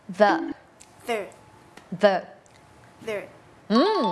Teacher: จะเป็นเสียง voicedเนี่ยแปลว่าเส้นเสียงของเราเนี่ยมันจะสั่นแต่วางปากเนี่ยมีคล้ายกันมากๆเลยค่ะคือวางที่เดิมเลยคือลิ้นอยู่ระหว่างฟันบนกับฟันล่าง แต่ว่าอันเนี้ยลิ้นอาจจะไม่ต้องโผล่เข้ามาขนาดนั้นก็ได้อาจจะอยู่แบบหลบๆอยู่ในฟันอุ๊ยเราไม่อยากจะโชว์ลิ้นให้เขาดูนิดนึงอะค่ะอ่ะลองพร้อมกันโอเคมั้ยได้อยู่เนาะเมื่อกี้เหมือนเราผายลมตอนนี้เหมือนเราก็ผายลมแต่ว่ามีเสียงอะไรอย่างเงี้ยอ่ะเดี๋ยวมาลองดูตัวอย่างกันเลยนะคะ the